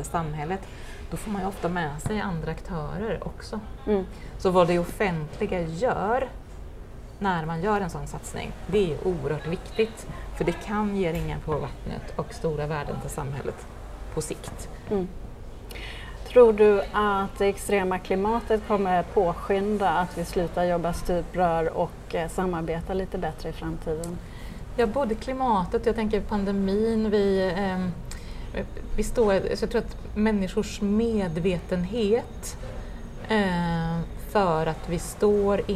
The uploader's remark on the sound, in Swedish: Poddavsnittet är inspelat under konferensen Gestaltad livsmiljö – Människan i fokus. Konferensen arrangerades av Region Blekinge som en del av Arkitekturveckan i Karlshamn hösten 2023.